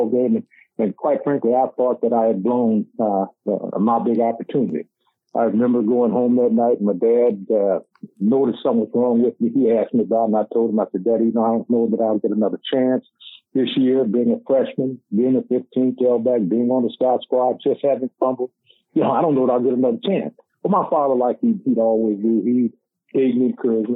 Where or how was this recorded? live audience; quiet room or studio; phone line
phone line